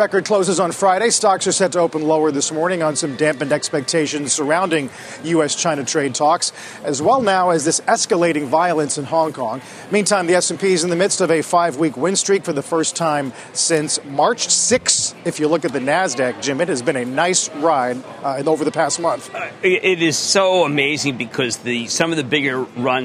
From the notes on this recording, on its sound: live to Hangzhou, China and Alibaba’s blowout Singles’ Day event